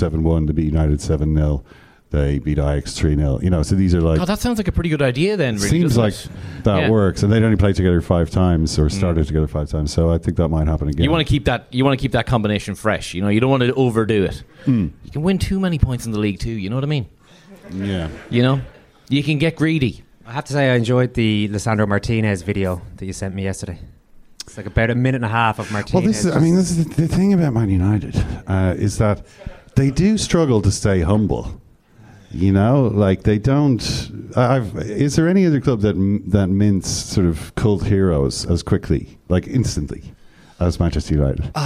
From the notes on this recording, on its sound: First-time live guest. Joined us in The Brass Monkey in New York’s Meatpacking District.